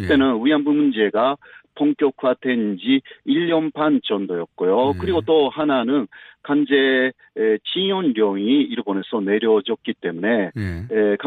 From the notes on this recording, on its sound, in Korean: 전화연결